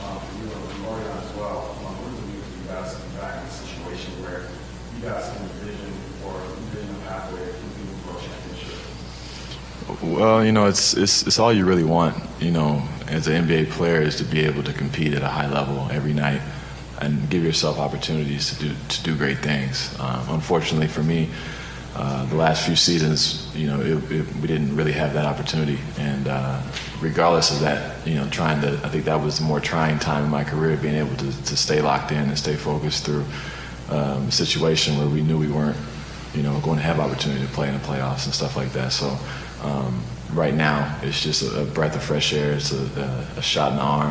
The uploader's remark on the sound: at a press conference in Las Vegas on Monday morning